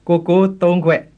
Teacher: So instead of kwe, you're going to say gwe. · Term: voicing